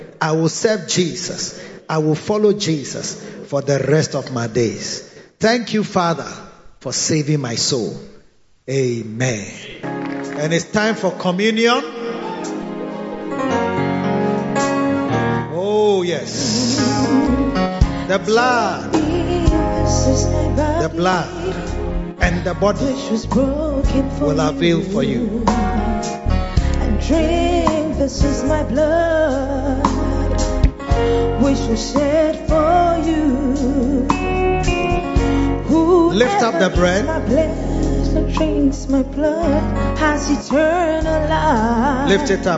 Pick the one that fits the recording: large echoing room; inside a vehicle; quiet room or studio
large echoing room